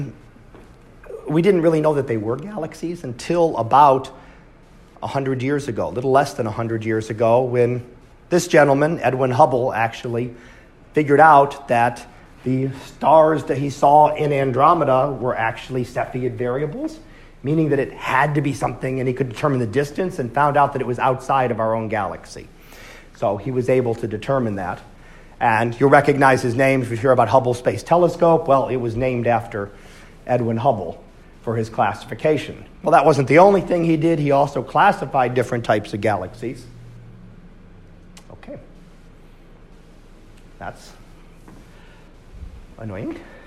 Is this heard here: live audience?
yes